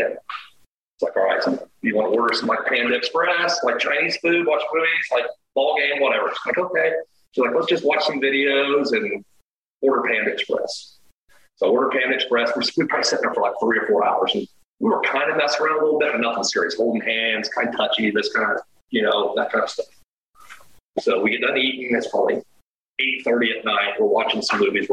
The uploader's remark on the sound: Please excuse the audio issue with this episode.